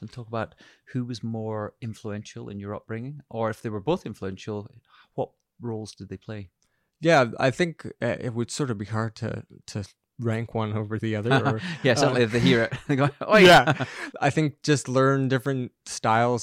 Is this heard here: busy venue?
no